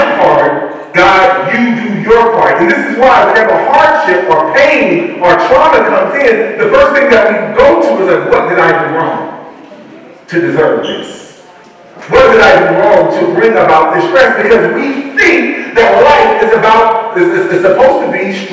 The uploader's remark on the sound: Once Again we apologize for the poor audio quality